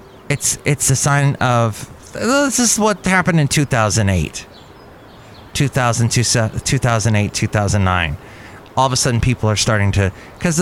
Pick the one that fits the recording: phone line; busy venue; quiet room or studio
busy venue